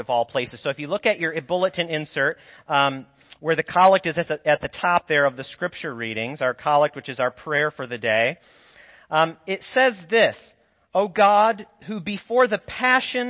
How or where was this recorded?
large echoing room